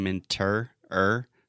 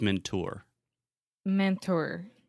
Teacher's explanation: the last sound is or. So this is an R vowel and R colored vowel. · Shown in: second take